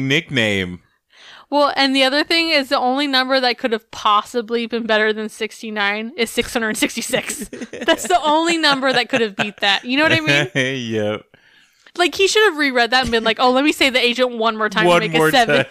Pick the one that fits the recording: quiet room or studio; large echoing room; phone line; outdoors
quiet room or studio